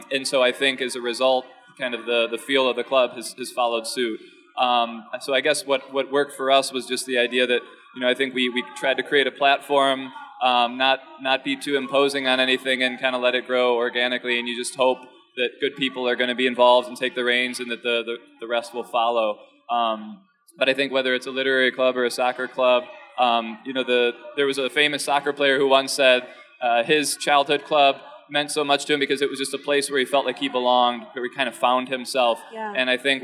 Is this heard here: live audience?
yes